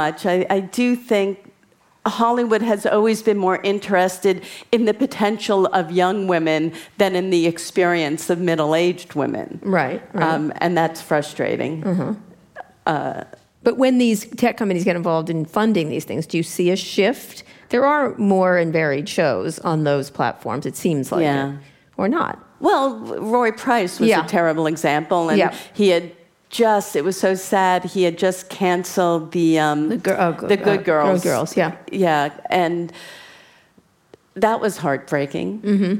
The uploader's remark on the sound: In front of a live audience in San Francisco.